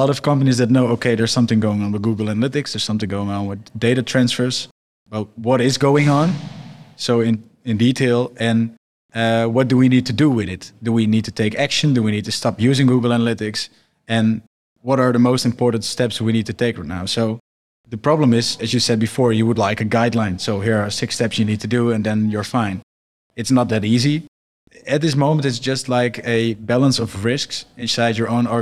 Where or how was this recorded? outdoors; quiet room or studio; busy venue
busy venue